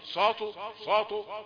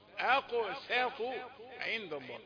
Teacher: السين بتقول لنا أنا مرققة، ما نقولنهاش صاطو صاطو، لا مش صاطو، آقو ساقو عند الله، آقو ساقو، سين رقيقة وطاء مفخمة · Shown in: second take